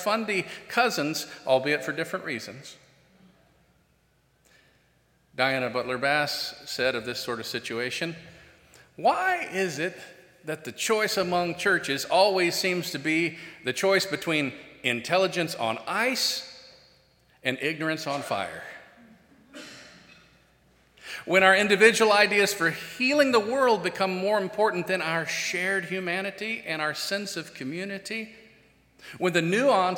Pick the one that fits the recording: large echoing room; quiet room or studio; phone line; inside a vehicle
large echoing room